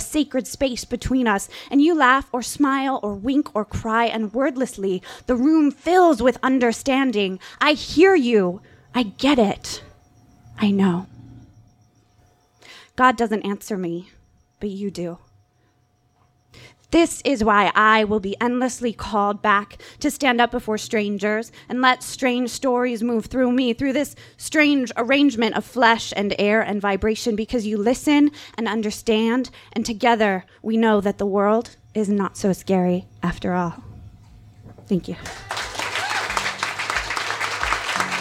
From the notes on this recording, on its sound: This story was recorded live at Tiger!Tiger! Tavern.